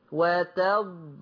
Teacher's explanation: الضاد فيها جريان، سيب الجريان لحد ما تلتحم في الحرف الآخر